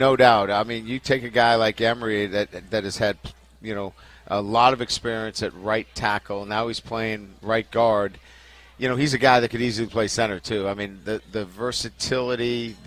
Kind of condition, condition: setting, busy venue